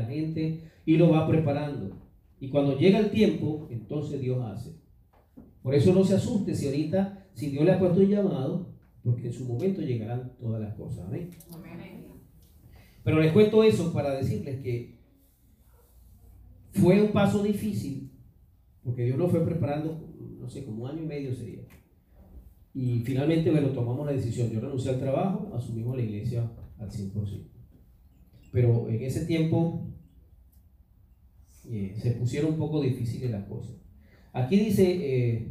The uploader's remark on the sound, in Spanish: fue grabada el 7 de abril del 2019 en vivo en nuestra iglesia, Church of God Centro Cristiano Renacer